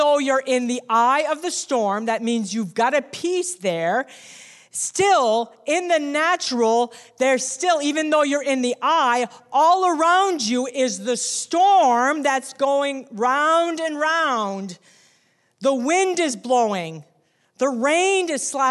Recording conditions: large echoing room